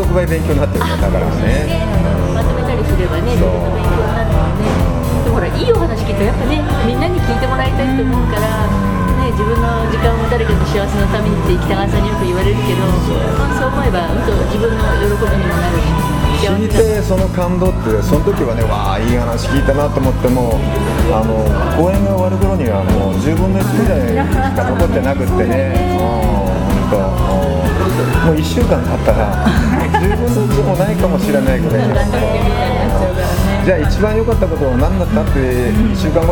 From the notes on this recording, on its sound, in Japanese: ぶらり旅の後に、モスバーガー店内で対談収録。